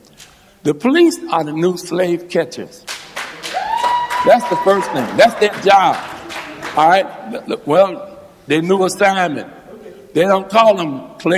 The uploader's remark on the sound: This panel discussion was recorded at the Youth/Police Conference at the University of Chicago Law School in April 2015.